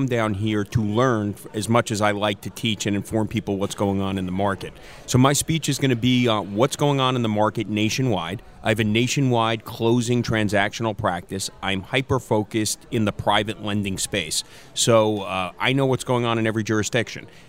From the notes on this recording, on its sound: Lauderdale Florida from the floor of the Pitbull conference.